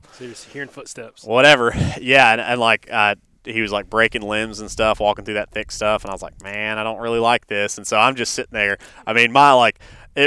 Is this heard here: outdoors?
yes